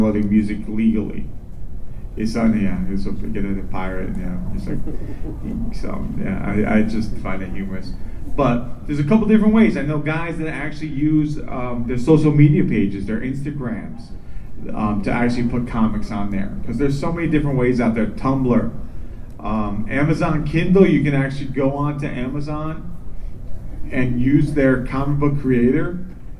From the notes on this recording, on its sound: Playing the audio of the panel. Wizard World Fort Lauderdale, Florida.